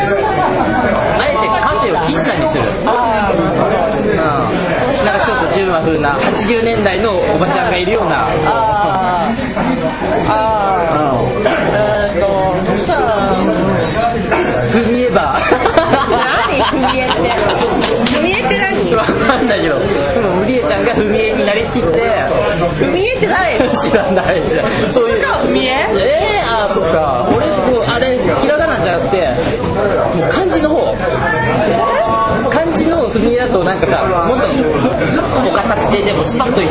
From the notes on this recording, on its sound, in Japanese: 某立ち飲み屋で「いざかや～ん相談室」に代わる新コーナー「5 Minute」というタイトルが決まるまでの様子を収録しました。